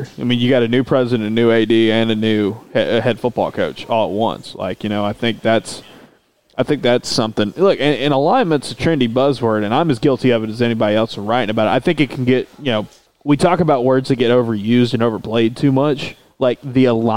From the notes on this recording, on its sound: Record a podcast as the last people left on Radio Row at Media Days on Tuesday evening in Nashville. Before the SEC’s Internet connection kicks him out.